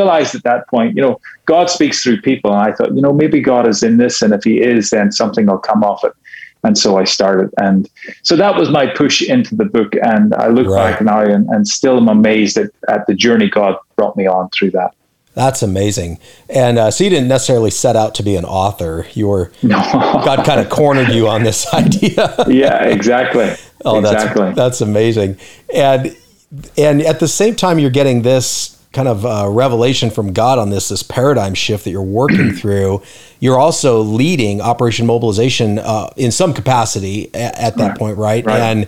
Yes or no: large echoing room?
no